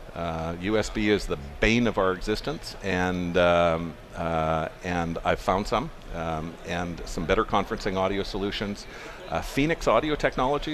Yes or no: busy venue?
yes